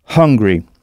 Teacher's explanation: veillez à bien aspirer ce H, hungry